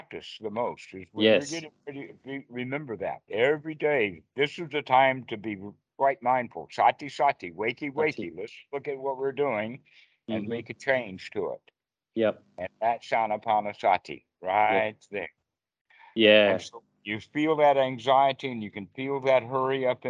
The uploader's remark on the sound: skype calls on this channel